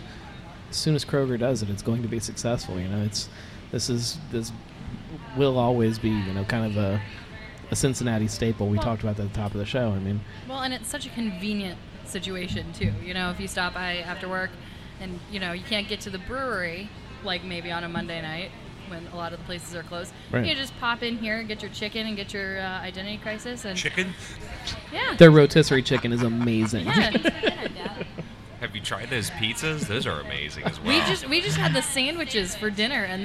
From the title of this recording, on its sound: Live At The Kroger Oakley Station Growler Bar